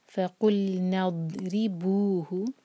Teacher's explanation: را کے نیچے کسرہ، را باریک